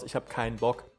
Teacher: Und dann, wenn man das E unbetont ausspricht, dann fällt das irgendwann weg und dann wird daraus Ich habe keinen Bock.